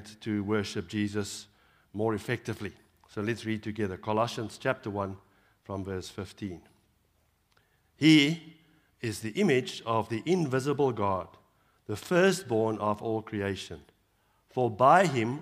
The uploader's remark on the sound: Evening Worship Service